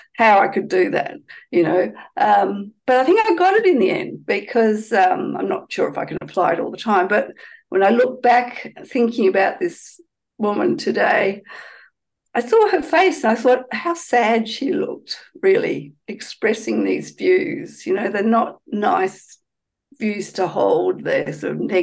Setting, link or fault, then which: link, video call